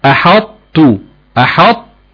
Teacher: هتقف على مخرج الطاء بالاطباق وتخرج من مخرج الطاء بالتاء · Term: ادغام ناقص